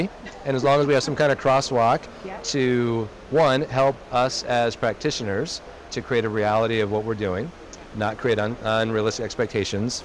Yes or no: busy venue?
yes